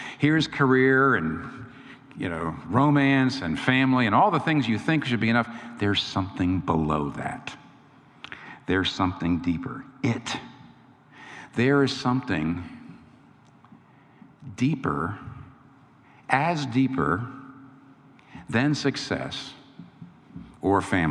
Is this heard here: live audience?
yes